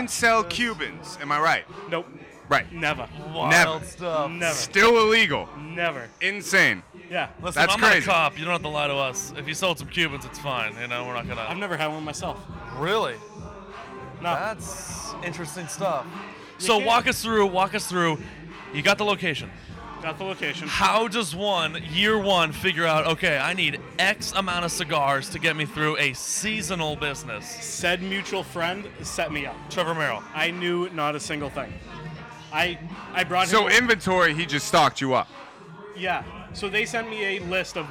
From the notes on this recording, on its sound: LIVE at The Greatest Bar in Boston, MA